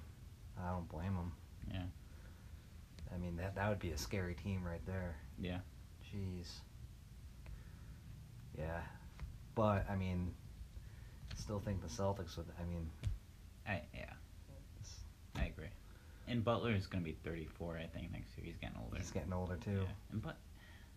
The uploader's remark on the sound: Our 1st in-person podcast! Low/poor audio warning for this episode.